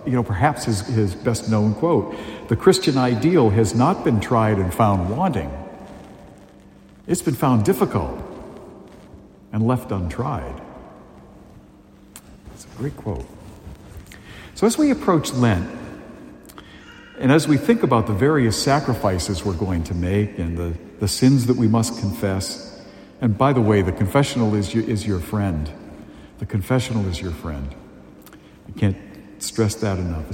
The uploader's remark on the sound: A homily delivered at Holy Family Parish in Amesbury, Massachusetts, on February 18, 2023.